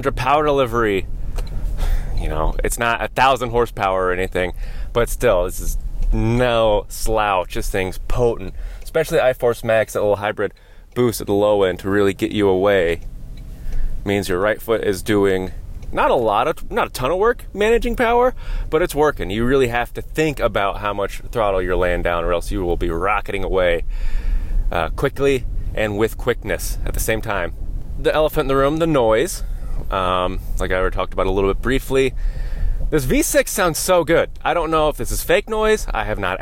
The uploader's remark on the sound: taking you along on a live drive review